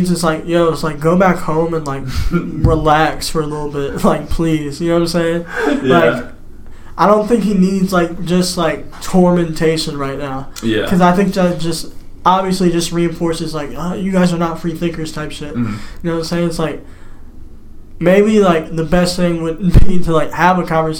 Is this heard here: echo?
yes